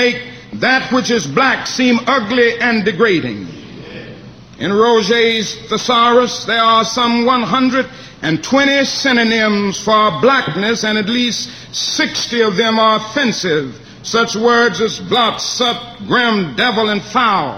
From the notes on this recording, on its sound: delivered at the 11th Annual SCLC Convention, in Atlanta, Georgia, August 16, 1967.